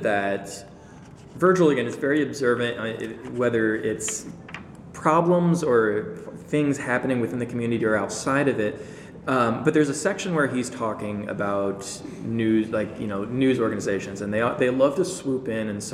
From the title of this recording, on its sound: LIVE from PLA 2020!